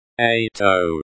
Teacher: T is almost silent at the end.